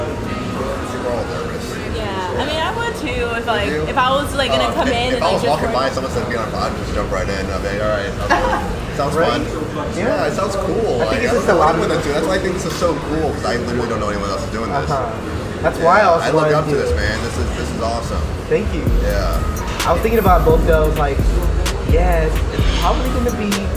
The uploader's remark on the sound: Live Podcast At The Gym. This is the very first ever live podcast for On-The-Go Voice. We interview members LIVE within the 24 Hour Fitness gym in Channel Islands.